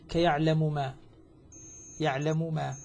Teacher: السوسي عن أبي عمرو البصري يدغم المثلين من كلمتين إدغاما كبيرا